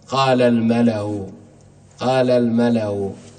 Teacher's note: أنت كنت تقول من قبل قال الملا، هنا أثبت الهمزة ولكن مع تسهيلها بين بينها مع الروم · Term: تسهيلها بالروم